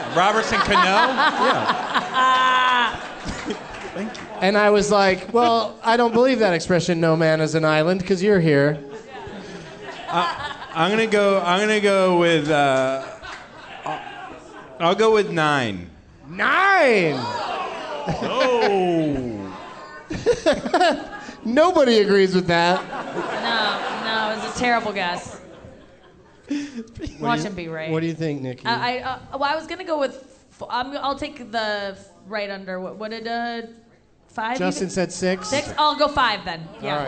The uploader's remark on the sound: Live from the Tacoma Comedy Club in Tacoma